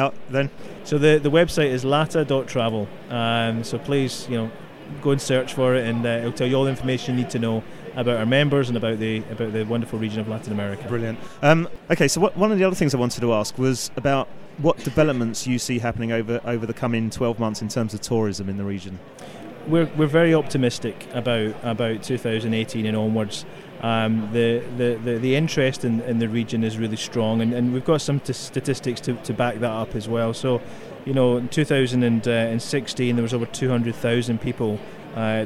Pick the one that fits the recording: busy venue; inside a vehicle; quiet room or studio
busy venue